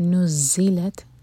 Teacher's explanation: زا پر buzzing sound اور تا ساکن پر ہمز